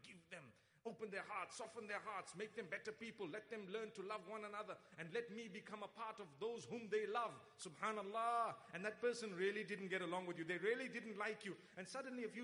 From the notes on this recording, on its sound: Lecture. In Dubai at Zayed Bin Mohammed Family Gathering on Jan 19th, 2018.